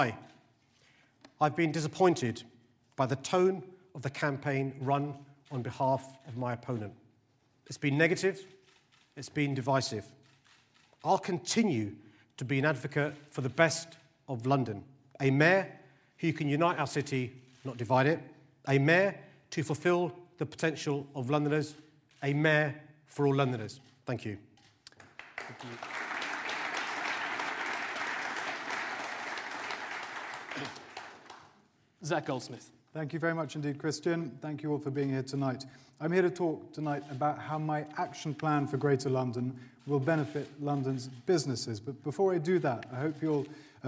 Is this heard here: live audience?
yes